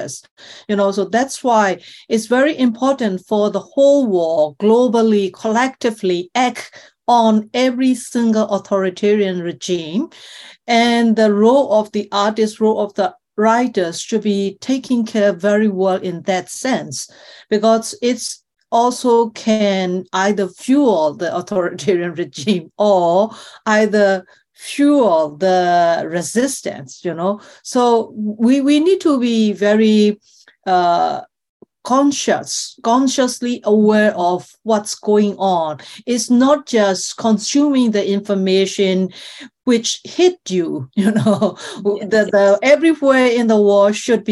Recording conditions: video call